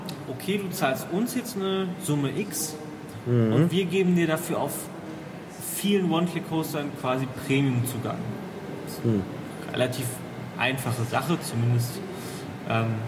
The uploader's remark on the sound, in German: Bitte entschuldigt die Hintergrundgeräusche während des Gesprächs!